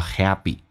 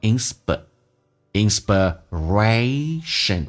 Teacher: 美式发音这个 p 要浊化成 b